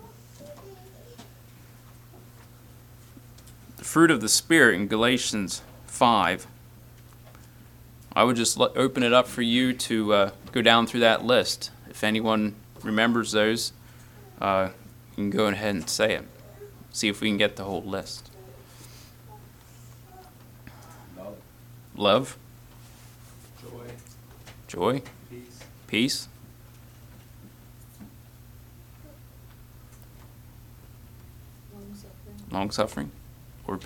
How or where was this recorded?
large echoing room